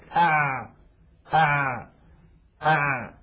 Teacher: نلاحظ أن حرف العين لم ينبتر الصوت عند النطق به كانبتار الباء والقاف، لم ينقطع، ولكنه لم يجري جريان الشين وجريان الثاء